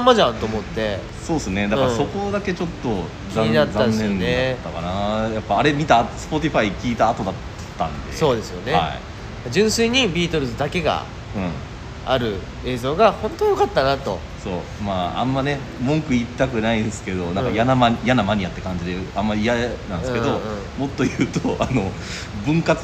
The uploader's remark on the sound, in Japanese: 野外でこのPodcastを収録しました。映画館で『Get Back』を見た直後で野外収録！